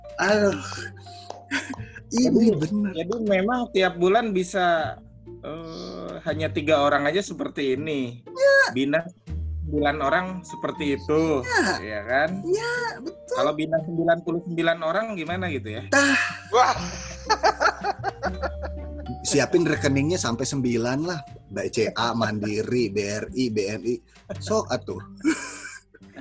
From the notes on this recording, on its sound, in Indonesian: REKAMAN SUARA ZOOM Meeting